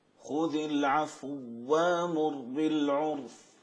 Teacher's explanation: هذا إبدال الهمزة ألفا